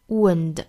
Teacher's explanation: wound 这个单词我们看到是一个长元音 u 的发音。发完了 u 之后呢，去找一个前鼻音 n